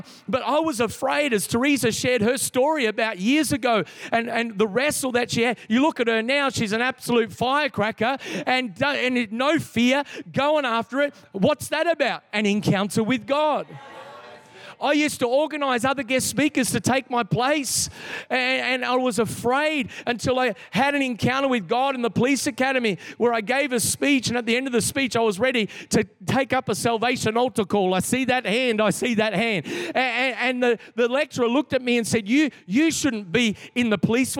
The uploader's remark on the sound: This is the message from the 3rd night of our Three Nights of Fire. Recorded in the 5pm service on Sunday, 23th October 2022.